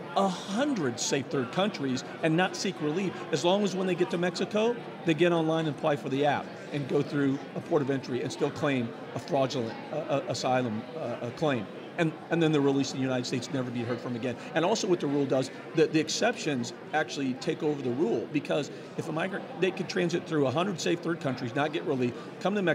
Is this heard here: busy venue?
yes